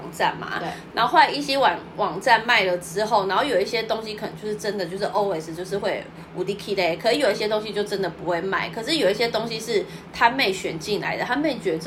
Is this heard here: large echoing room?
no